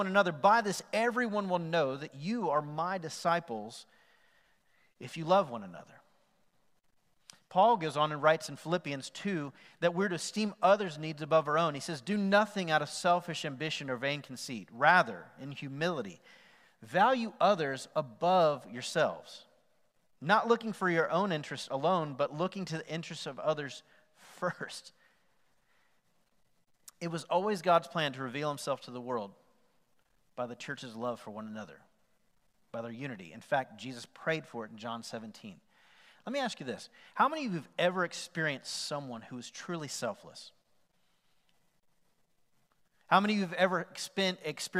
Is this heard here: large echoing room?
yes